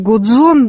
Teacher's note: в слове «гудзон» ударение на последний слог